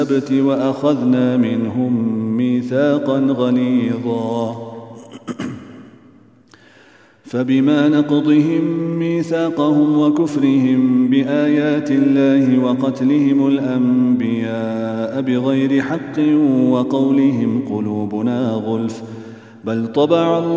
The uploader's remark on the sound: at the Houghton Masjid (West Street)